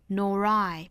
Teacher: nor 和 I 之间连读加 r 的发音，我们知道 nor nor 是 o 这样的元音，前面元音跟 o 相关，后面遇到元音了就要加 r 了。NorI， neither you nor I wouldexist